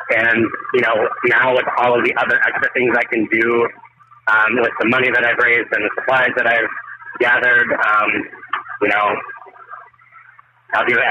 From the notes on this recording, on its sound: The audio is a little rough due to circumstances